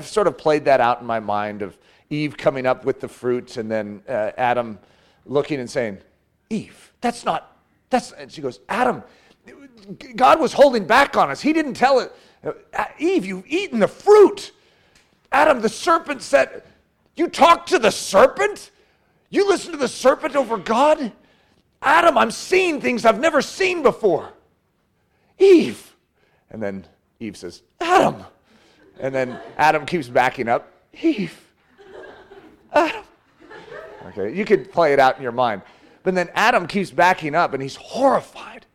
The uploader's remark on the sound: This message was given Saturday morning during his fall Fatherhood conference.